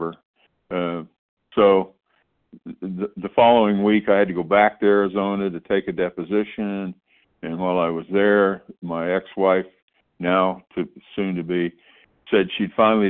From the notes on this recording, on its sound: 100 Pounders Phone Meeting, 6/14/23